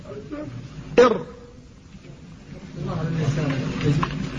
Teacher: سهم صغير يشير إلى الوراء عند الراء أنه أدخل قليلا، ومع ذلك فصفته التكرير تكون في أصل اللسان وهو ارتعاد في رأس اللسان